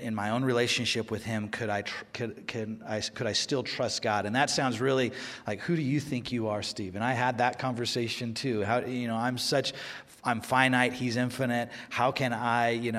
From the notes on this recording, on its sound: For the first time, Behind the Message is recorded live during a Sunday service at Westside Church.